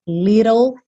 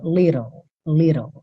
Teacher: a gente tem esses dois T's soando como rarara